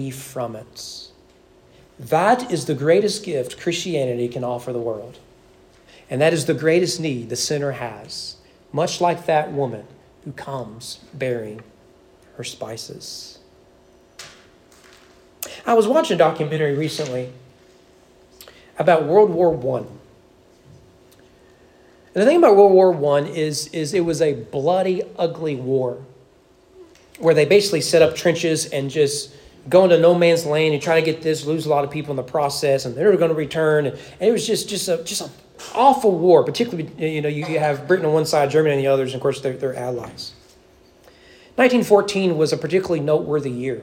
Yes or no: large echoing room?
yes